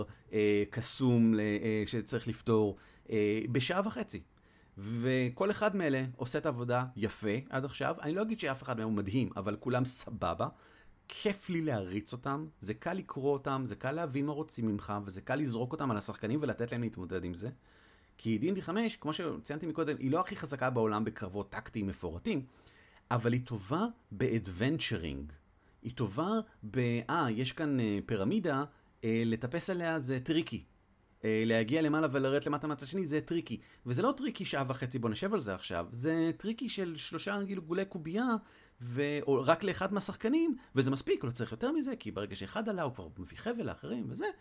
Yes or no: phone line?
no